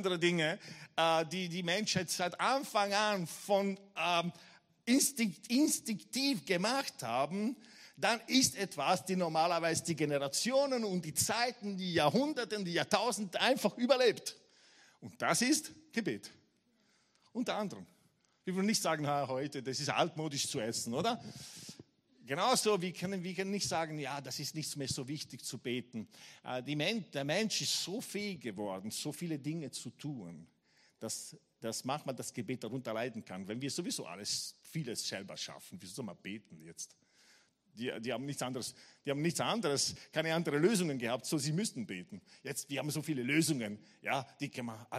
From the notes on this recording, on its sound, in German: Gottesdienst live aus der LIFE Church Wien.